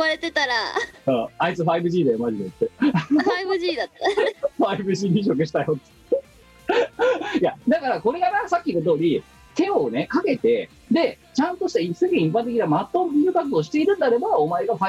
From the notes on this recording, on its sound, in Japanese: 本番組はリモート収録です。収録時環境の影響により、聴き取り辛い部分があります。